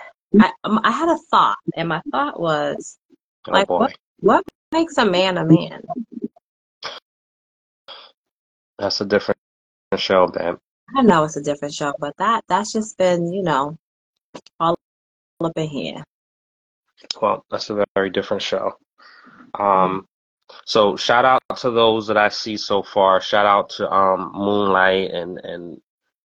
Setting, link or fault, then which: link, video call